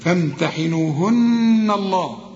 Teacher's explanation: الله إذا بدأت بالكلمة دي لفظ الجلالة رقق الهمزة، همزة الوصل الله، وإذا وصلت بتسقط